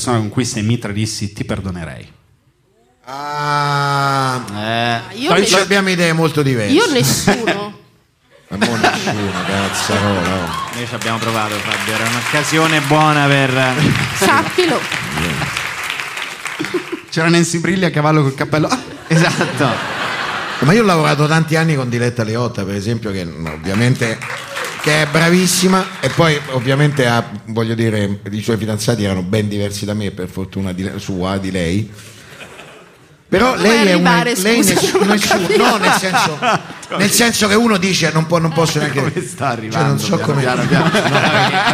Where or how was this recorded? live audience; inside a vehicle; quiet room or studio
live audience